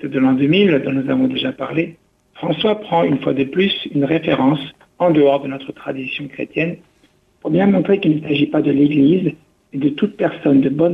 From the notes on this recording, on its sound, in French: invité par téléphone